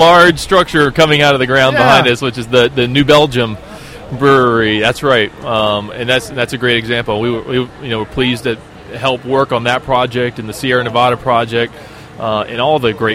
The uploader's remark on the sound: ON LOCATION. GearFest 2015.